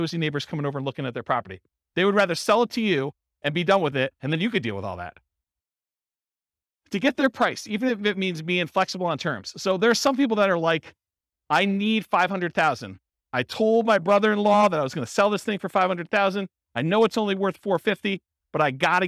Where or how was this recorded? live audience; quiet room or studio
live audience